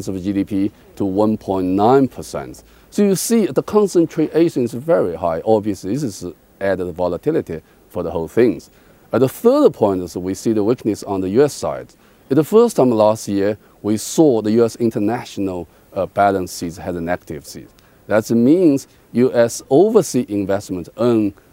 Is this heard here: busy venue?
yes